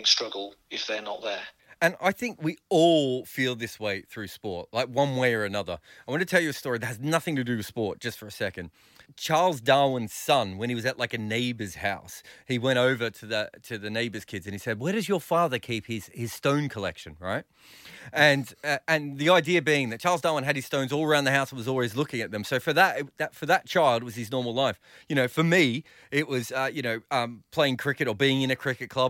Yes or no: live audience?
no